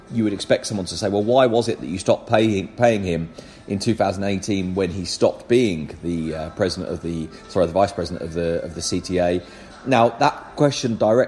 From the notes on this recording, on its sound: In Madrid. In Barcelona. Record in a hotel lobby this week, so there's a little bit of background noise.